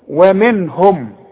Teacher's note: نون ساكنة بعدها ه، والهي من حروف الاظهار اذا مش هغن النون